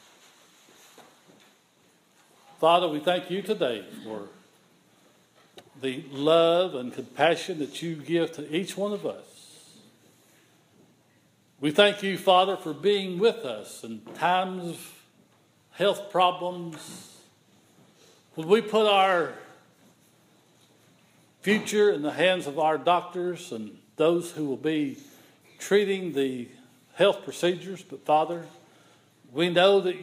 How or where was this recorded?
large echoing room